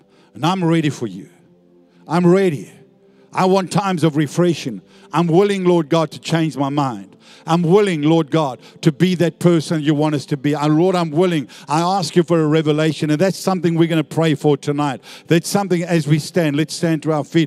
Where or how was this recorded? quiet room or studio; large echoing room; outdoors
large echoing room